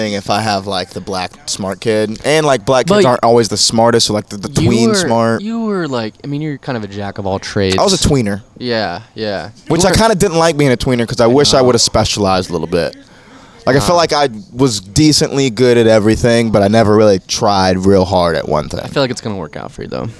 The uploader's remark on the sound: Banter before the Shantytown Pub Open Mic